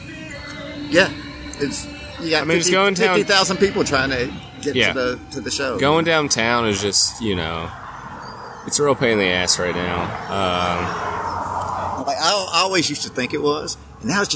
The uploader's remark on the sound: This is another "open air" podcast, live from the Village Pub.